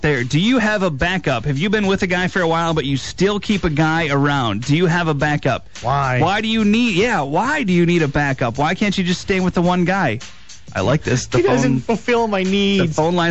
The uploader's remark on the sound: We open up the phones